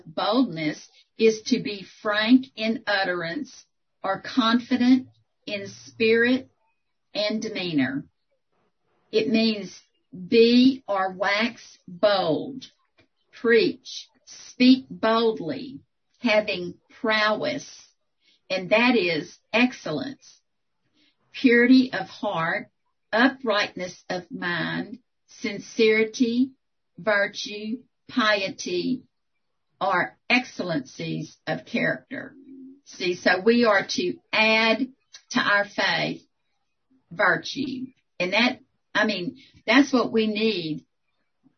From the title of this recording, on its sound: 2021 April Zoom Meeting